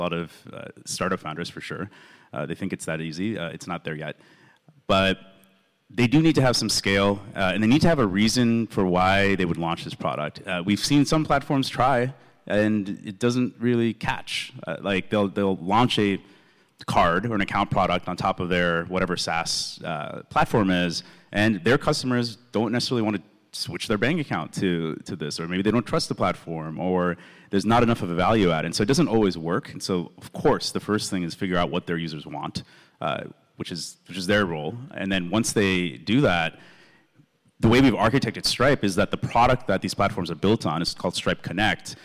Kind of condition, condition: setting, busy venue